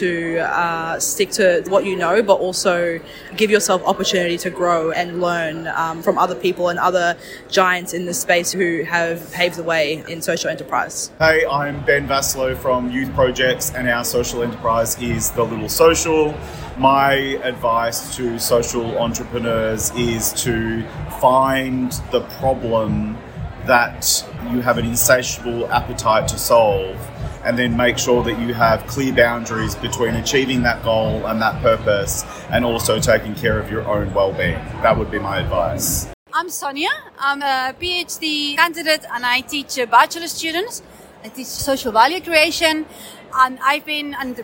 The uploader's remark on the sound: In a podcast recorded live from Amsterdam at the 2023 Social Enterprise World Forum.